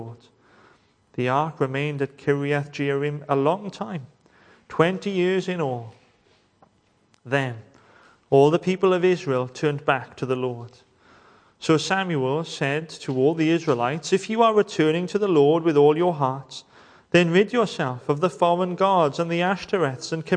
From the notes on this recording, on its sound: Welcome to Bethel Evangelical Church in Gorseinon and thank you for checking out this weeks sermon recordings.